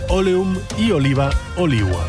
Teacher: la U o la V se pronunciaban así en latín clásico como si fuera una W